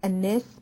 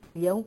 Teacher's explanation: لما اقول الناس ما فيهاش لام، وهنا بقول اليوم فيها لام